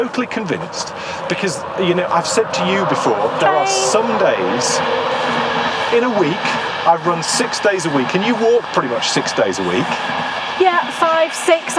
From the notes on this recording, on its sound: in todays show we try and identify some of the wonderful trees that line our walking route